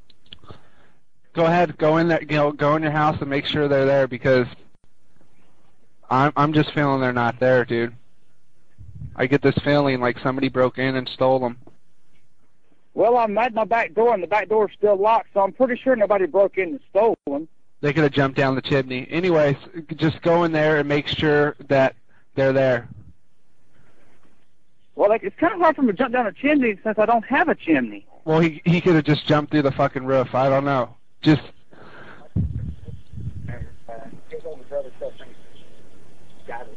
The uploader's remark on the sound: …'s Personal Prank Phone Calls Collection.